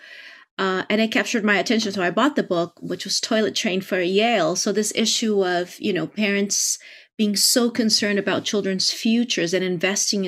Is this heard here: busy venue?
no